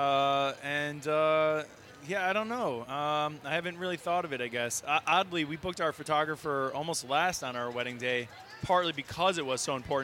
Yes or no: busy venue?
yes